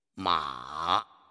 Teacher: 用那个麻布的麻字儿，嗯，来做个例子。它的规范读音呢，一定要把它的调子拉够，是麻。拉到顶部的时候呢，嘴巴一定要打开，啊。上升，它的调子是二幺四度，它叫呢，调型啊，描述为降升调。调号啊就相当于一个对号。发音特点的描述是先降后升。曲折属于曲折调。比如马匹的马字儿，它的规范读音是马。在这个读第三声的时候呢，一定要注意，开始啊，气流啊，要弱，啊，不要太强，出口呢，要控制好，它是半低度二度，然后到最低度一度，然后再逐渐地升到四度